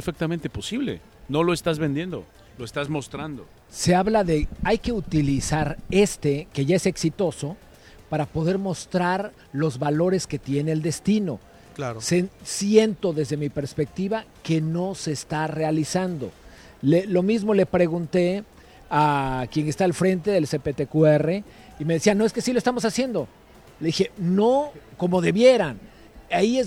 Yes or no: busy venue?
yes